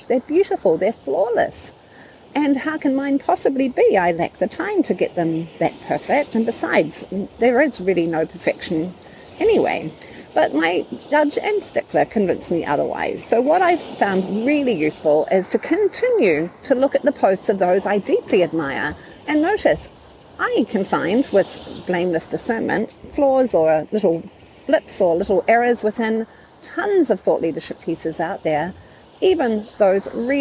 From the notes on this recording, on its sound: Due partly to audio issues I self-created by recording at Lake Michigan.